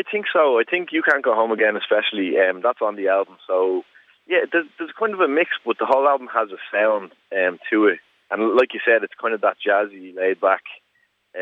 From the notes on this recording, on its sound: Over the phone. Originally broadcast on Irish Beats on 26th July 2020.